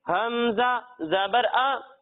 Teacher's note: جب ہم عین کی ادائیگی کریں گے تو اسے ہم حلق کے درمیانے حصے سے پڑھیں گے، اور جب ہم حمزہ کی ادائیگی کریں گے تو اسے ہم حلق کے نچلے حصے سے پڑھیں گے